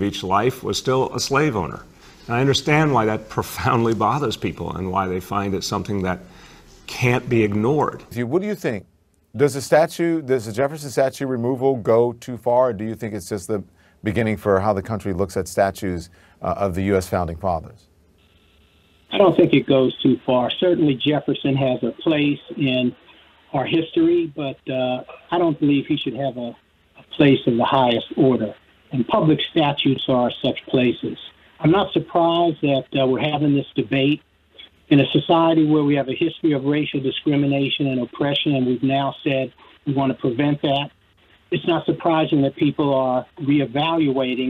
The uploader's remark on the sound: Phones in from an undisclosed location since he is on a secret mission.